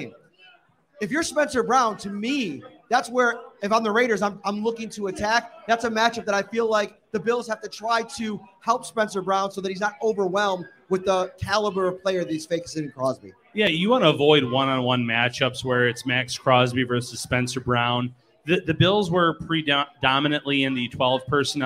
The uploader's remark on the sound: live from Wingnutz North Buffalo